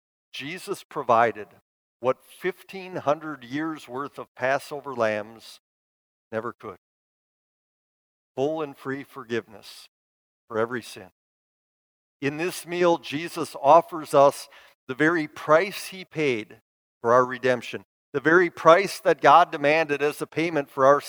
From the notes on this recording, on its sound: Bethany, Appleton, WI. Preached this sermon at Bethany's Maundy Thursday worship.